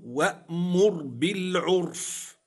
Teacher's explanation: قوله وأمر بالعرف، لاحظ معي رآن، وأمر بالعرف، معي راء وقعت طرفا ومعي راء وقعت ساكنة في وسط الكلمة، الراء ساكنة سكون أصلي وقبلها ضم تفخم